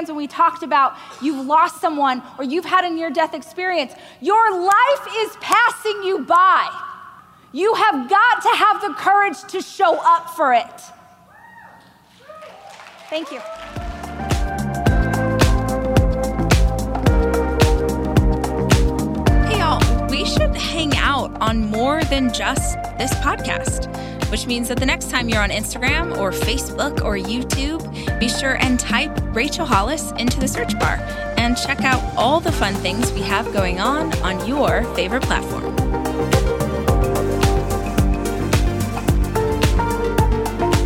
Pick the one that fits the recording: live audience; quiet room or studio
live audience